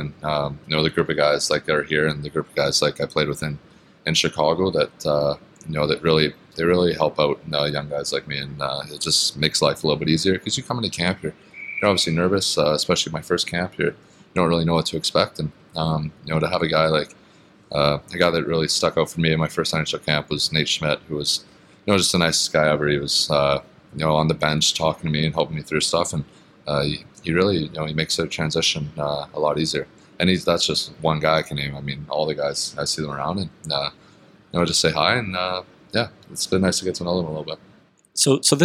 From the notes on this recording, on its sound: Last day of Vegas Golden Knights development camp. Our Golden Edge crew is on location at City National Arena.